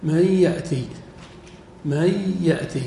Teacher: فأدغمنا النون في الياء. هذا ليس إدغام متماثلين، نون وياء إدغام متقاربين.